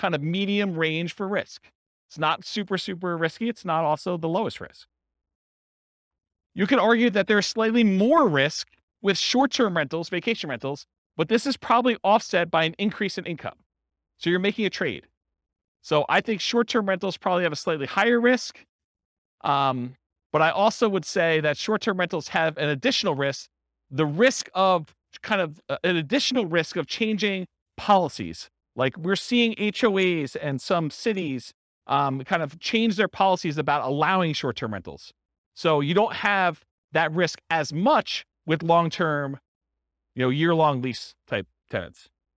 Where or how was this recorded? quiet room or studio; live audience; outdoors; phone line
live audience